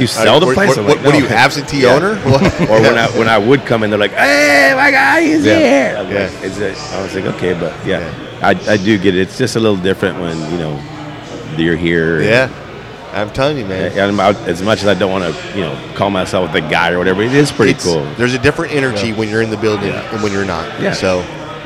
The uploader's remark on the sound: On location at his sports bar